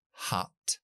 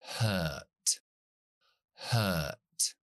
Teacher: Si cogemos la palabra choza, que es hot, lleva el sonido corto, hot. Si metemos la R, se convierte en la schwa larga. · Shown in: second take